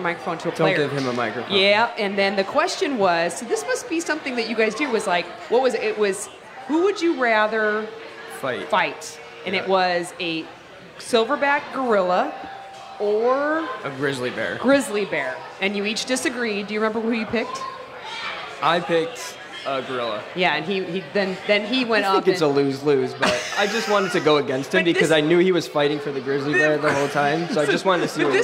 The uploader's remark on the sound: It’s the Michelob Ultra CITY Caravan! Live from Hot Shots in Arnold, MO.